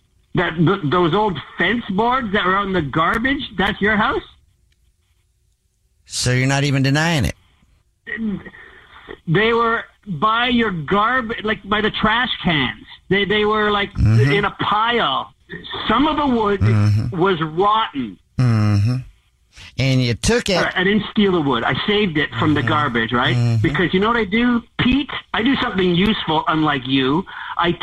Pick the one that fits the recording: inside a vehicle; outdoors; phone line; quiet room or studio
phone line